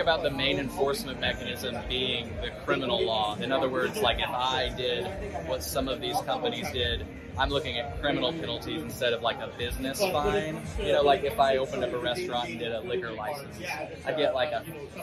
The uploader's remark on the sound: In this episode, I feature an interview that I captured during the Benzinga Cannabis Capital Conference 2023. Following a session’s conclusion, I conducted an impromptu interview.